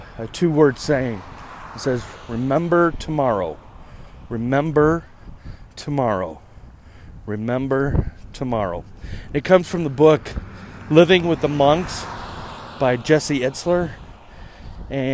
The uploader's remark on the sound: you come with my on a walk to getting my haircut